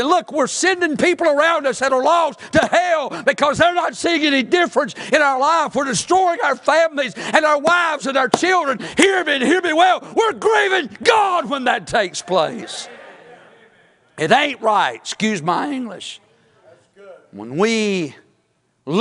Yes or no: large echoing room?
yes